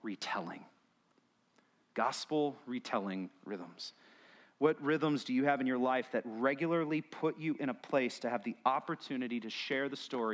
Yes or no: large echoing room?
yes